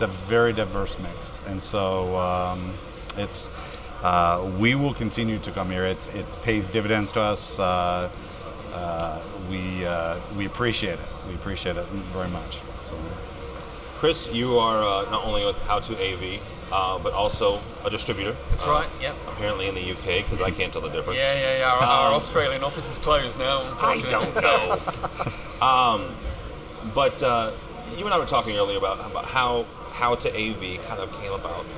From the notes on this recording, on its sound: We are live from Integrated Systems Europe 2016.